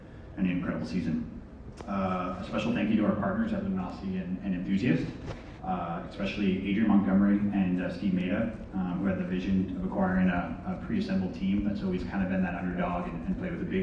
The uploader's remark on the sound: Live from Philadelphia, PA for the OWL Grand Finals